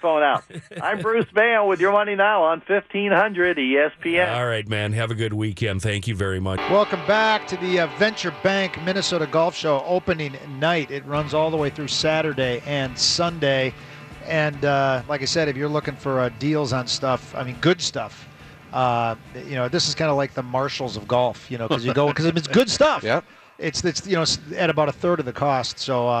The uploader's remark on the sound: live from the Venture Bank Minnesota Golf Show